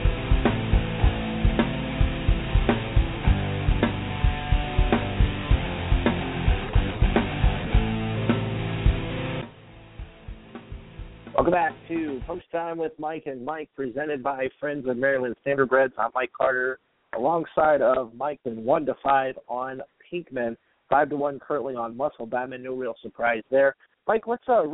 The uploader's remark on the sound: LIVE from Woodbine Racetrack in Ontario!